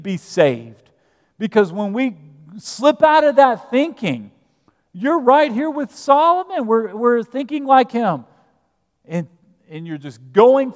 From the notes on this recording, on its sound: At Broadway Baptist Church, Lexington, Kentucky.